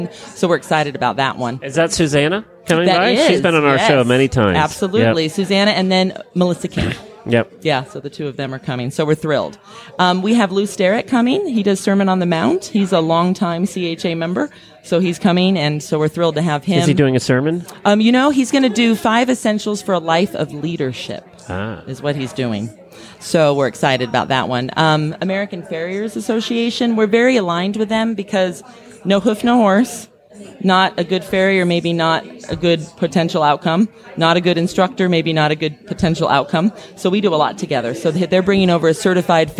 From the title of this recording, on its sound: Live from Certified Horsemanship Association Conference